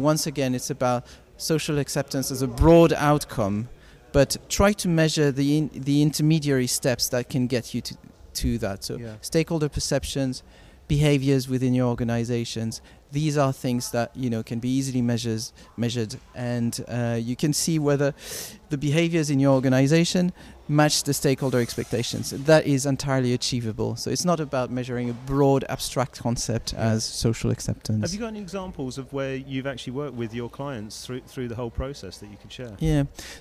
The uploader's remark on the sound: Recorded at the European Communications Summit in Brussels